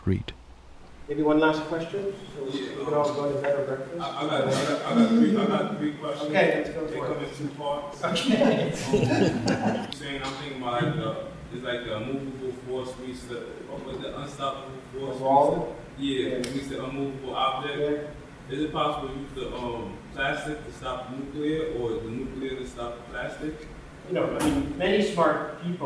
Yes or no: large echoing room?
yes